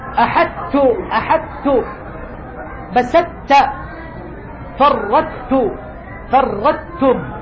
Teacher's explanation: غير أن هذه الأربع الكلمات لما كان الحرف المدغم الواقع أولا وهو الطاء أقوى من التاء لم يكن ليزول تماما ويتلاشى، أدغم الحرف، لكن بقيت صفة من صفاته القوية وهي صفة الإطباق. حرف الطاء قوي، بل قلنا هو أقوى حروف الاستعلاء والإطباق تفخيما، أقوى الحروف تفخيما هو الطاء.